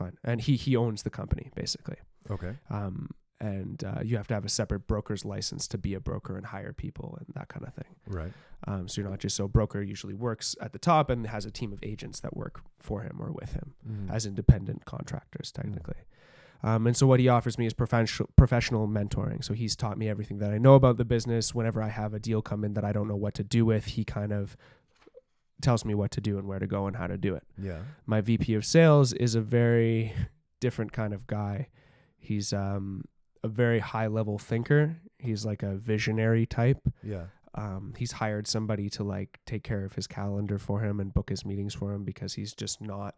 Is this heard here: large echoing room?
no